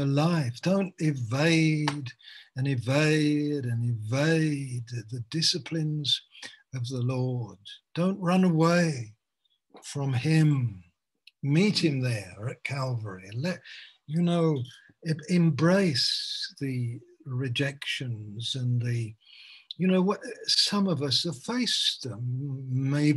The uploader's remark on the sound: Malaysia Meets (Zoom)